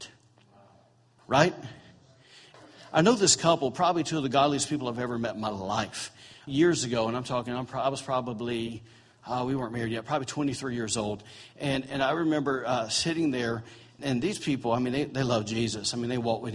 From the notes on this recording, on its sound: recorded on October 8, 2017, during Sunday morning service at Celebration Life Family Church